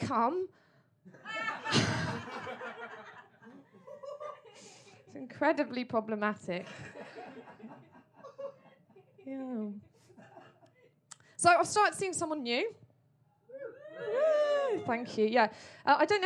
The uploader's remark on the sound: Another #tragicmoment podcast from the Edinburgh Festival. This is a clip show bringing you some of the best moments from the live Edinburgh shows so far. It's part of the Free Fringe.